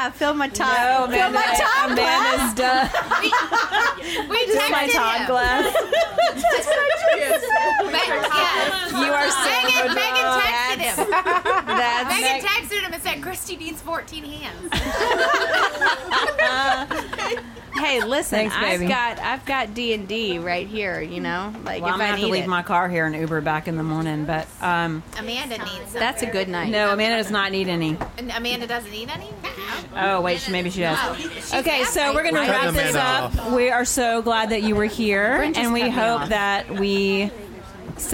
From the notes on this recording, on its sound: This episode is our first ever LIVE podcast recording! We decided to celebrate the launch of The LadyBits Podcast with a party at Tatum's Pubshed with some of our favorite girlfriends.